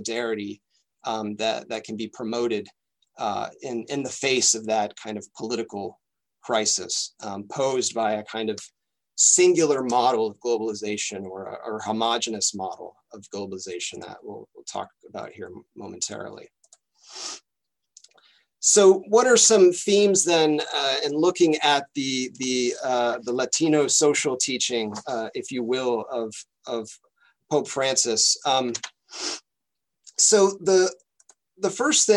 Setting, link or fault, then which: link, video call